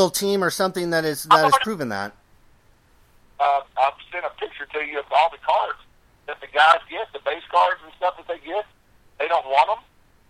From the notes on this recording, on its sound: He asked to call me on the phone. I said sure, but we would have to record it.